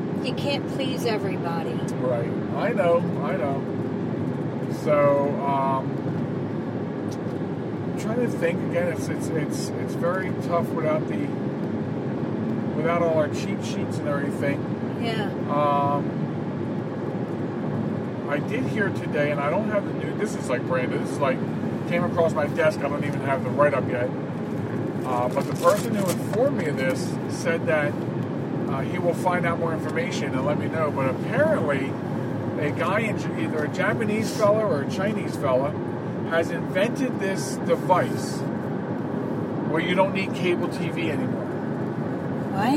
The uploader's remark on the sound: Portions of the program are recorded in transit